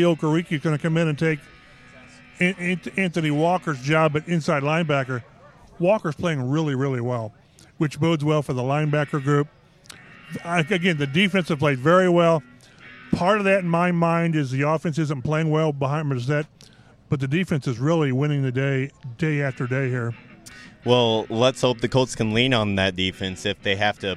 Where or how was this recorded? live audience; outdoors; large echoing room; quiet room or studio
outdoors